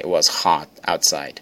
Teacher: o T quase não sai